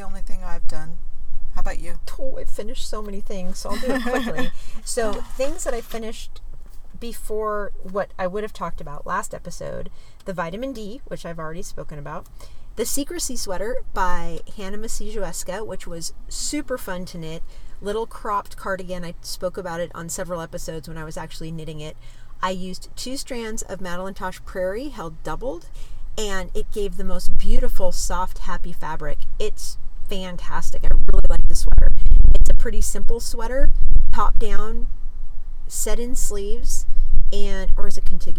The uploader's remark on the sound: we record on West Cliff Drive in Santa Cruz